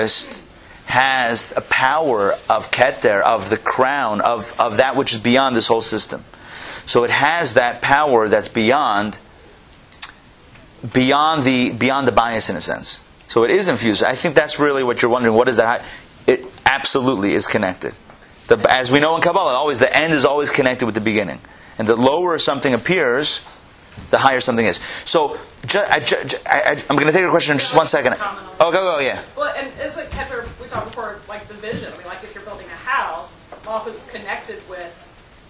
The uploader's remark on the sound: Recorded live at Atlanta